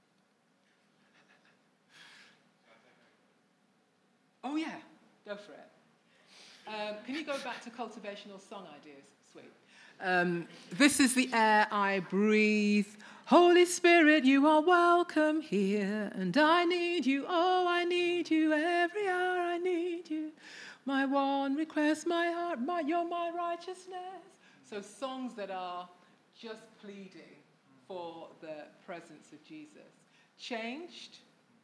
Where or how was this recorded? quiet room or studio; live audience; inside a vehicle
live audience